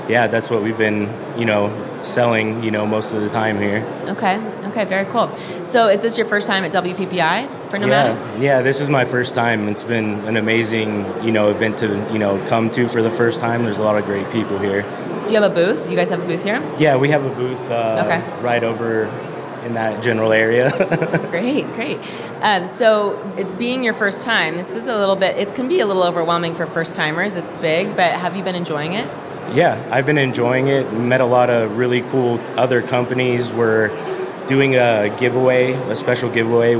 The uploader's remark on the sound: Live From WPPI 2023! Hosted a LIVE podcast on the WPPI stage. Chats with guests about their experience at the conference.